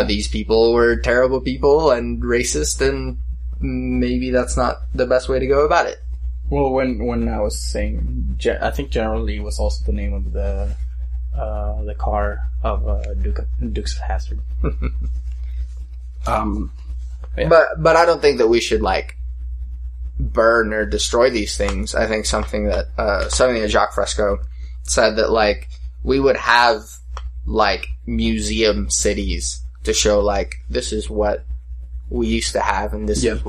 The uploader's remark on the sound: Sorry about the slight hum in the audio.